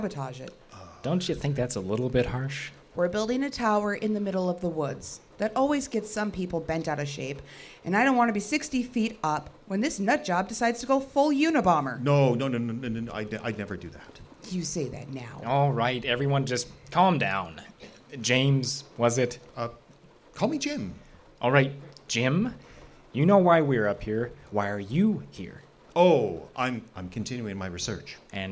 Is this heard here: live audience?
yes